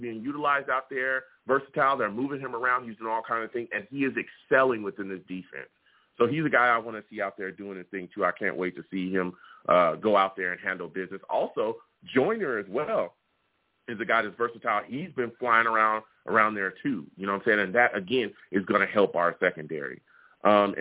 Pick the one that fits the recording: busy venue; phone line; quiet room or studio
phone line